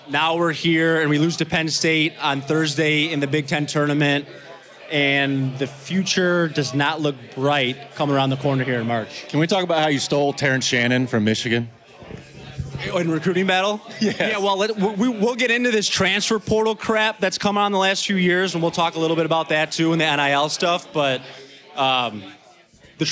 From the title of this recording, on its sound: LIVE FROM OVER UNDER